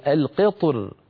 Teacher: كما ذكرت في مصر بعض العرب كان يفخم الراء مراعاة لحرف الاستعلاء الملاصق للراء فيقول القطر، وبعض العرب كان يرققها من أجل الكسرة التي قبل الطاء · Term: الترقيق